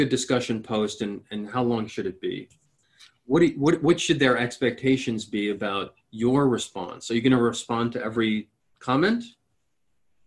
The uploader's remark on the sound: An excerpt from a live Zoom session which was part of a four day workshop Preparing to Teach in a Flexible Hybrid Model.